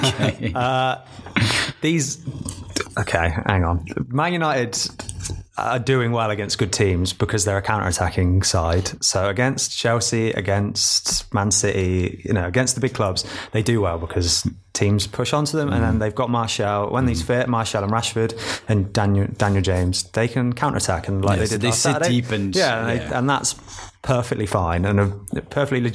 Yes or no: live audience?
no